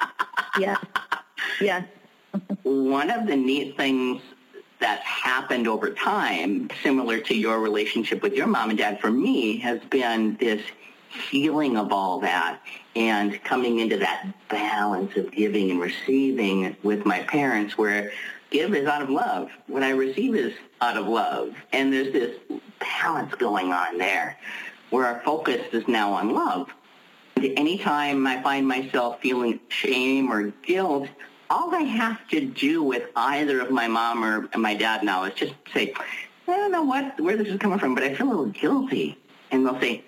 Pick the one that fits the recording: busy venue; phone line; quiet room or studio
phone line